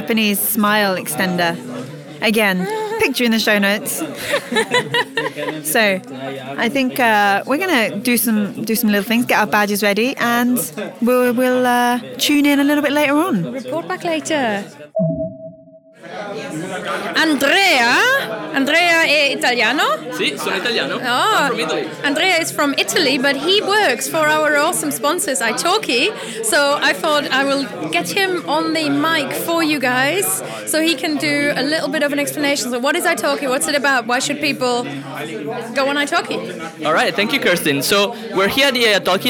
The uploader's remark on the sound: Live from the Polyglot Gathering in Berlin